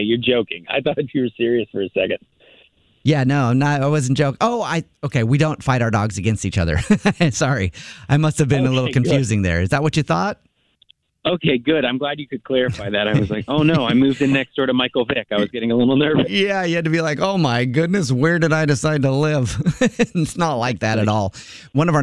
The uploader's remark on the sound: Phone Prank